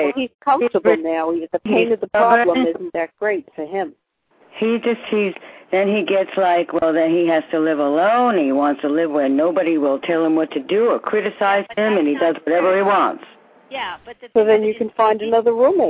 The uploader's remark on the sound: live call-in radio talk show